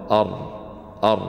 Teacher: صفة التكرير، وهو ارتعاد رأس اللسان عندما تنطق بالراء، أر أر يرتعد ارتعادة واحدة، وهذه يسمونها صفة التكرير في الراء.